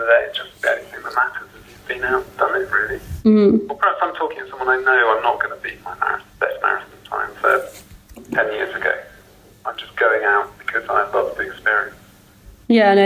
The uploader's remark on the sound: This interview was conducted over the phone.